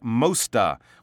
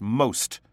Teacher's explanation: And I also noticed the classic mosta when sometimes when people pronounce these words with these hard consonant sounds at the end, they add an a. · Shown in: first take